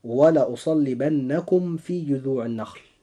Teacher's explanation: حرف الميم الساكن حينما يجيء بعده حرف الفاء لابد أن نفصل بينهما فصلا تاما عند القراءة، والقراءة السابقة وهي ولأصلبنكم في تعد من قبيل الخطأ، وذلك لأن مخرج الفاء قريب جدا من مخرج الميم، فهنا تقارب مخرجا، فالقراءة لابد أن تكون هكذا: ولأصلبنكم في. · Term: الإظهار الشفوي